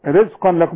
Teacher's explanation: مفيش غنة التنوين اللي بعده لام ادغام كامل